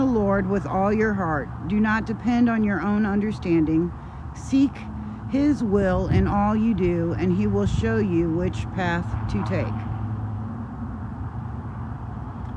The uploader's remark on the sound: Brown Bag In The Van.